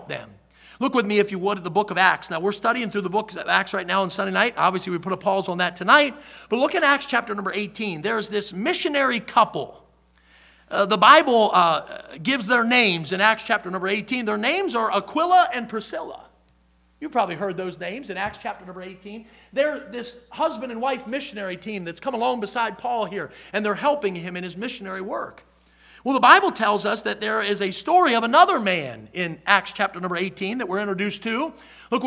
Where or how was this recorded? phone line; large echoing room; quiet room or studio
large echoing room